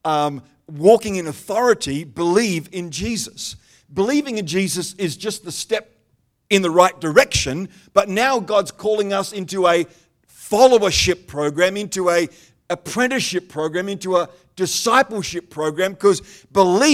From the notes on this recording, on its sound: The live stream of Destiny Church Atherton.